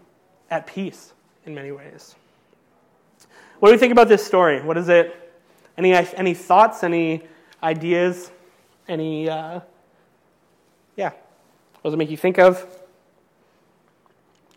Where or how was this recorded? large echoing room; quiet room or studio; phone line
large echoing room